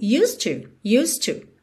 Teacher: E o D, que é a consoante oclusiva, eu já ligo no T do to, então você ouve mesmo used to, ok? Então já se acostuma com isso.